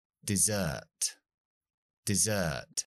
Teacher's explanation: Acentúo donde está la E y la R, esa parte. Así que hago la schwa larga.